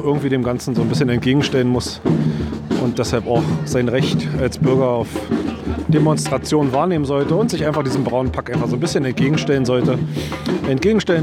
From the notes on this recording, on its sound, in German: Ich war im März mit meinem großen Sohn auf einer Demonstration gegen einen Naziaufmarsch in Berlin und hatte mein Aufnahmegerät dabei.